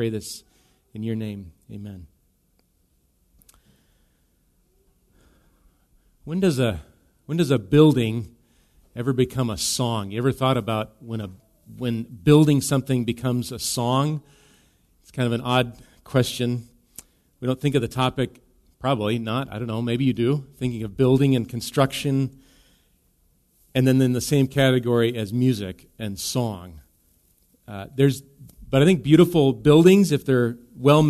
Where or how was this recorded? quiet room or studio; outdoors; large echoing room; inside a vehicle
large echoing room